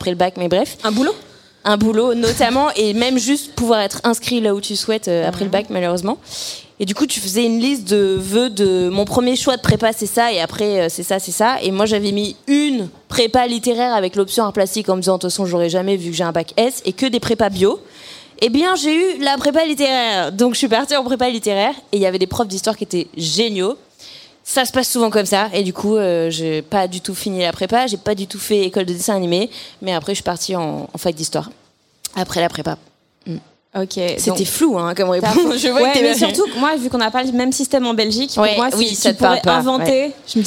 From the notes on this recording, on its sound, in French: Cet épisode a été enregistré en public au Culture Fest le 28 mai 2023